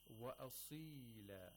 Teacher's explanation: صاد is a letter of استعلاء. You have to pronounce it with تفخيم at all times. This is one of the characteristics of صاد.